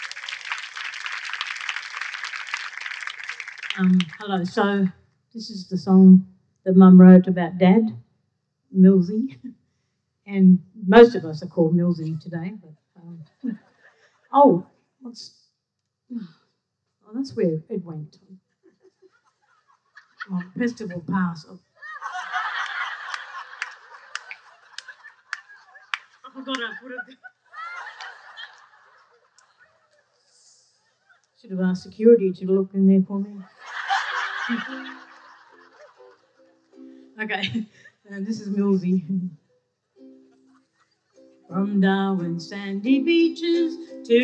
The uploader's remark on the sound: SPUN: True Stories Told in the Territory is a live storytelling event. Popping up at different venues across Darwin. Told at our event at Darwin Festival where the theme was HEART.